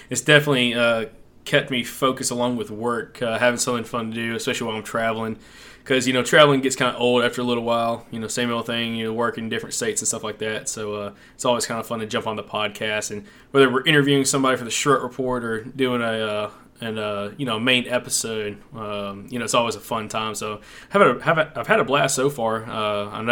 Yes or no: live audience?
no